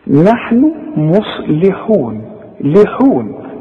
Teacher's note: قالوا انما نحن مصلحون، نحن كلها مرققة، لكن كتير جدا يقولوا ايه مصلحون، مصلحون اللام يضمها، لا اللام حاذر انها تطلع مكسورة ومرققة